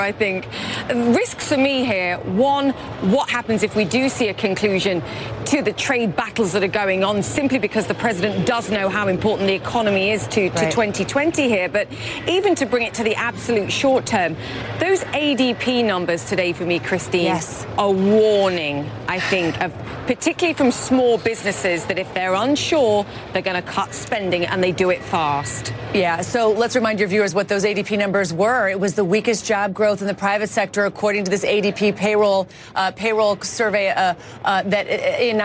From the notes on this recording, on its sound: Live from the New York Stock Exchange.